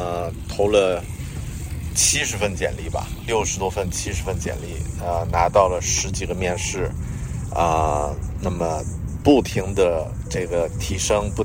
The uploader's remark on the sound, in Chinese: 这期在新西兰首都惠灵顿海边码头录制的节目。